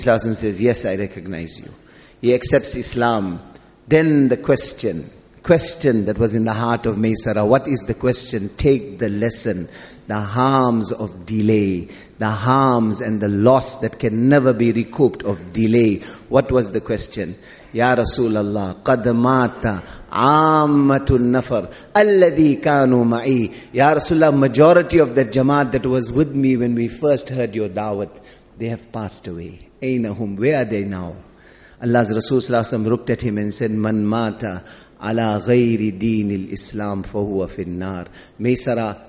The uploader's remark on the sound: Jumuah Lecture at Masjid Al Hilal